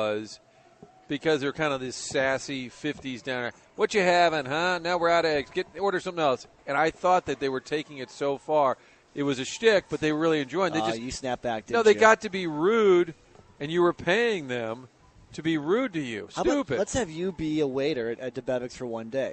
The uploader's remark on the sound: broadcasting live from Schnucks in Florissant